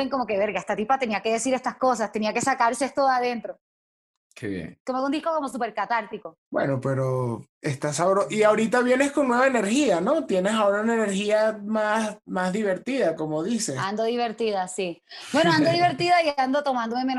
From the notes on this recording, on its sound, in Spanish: El Music Deal se conecta vía Zoom